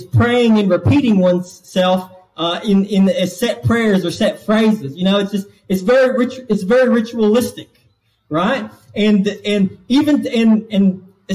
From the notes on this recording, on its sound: This message was delivered to Cottondale Baptist Church in Eastman, GA